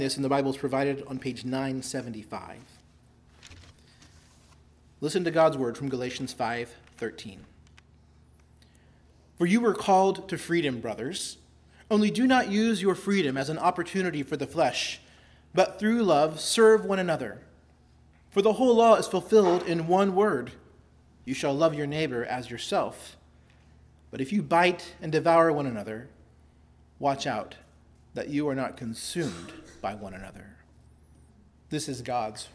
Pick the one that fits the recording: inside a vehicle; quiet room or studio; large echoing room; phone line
large echoing room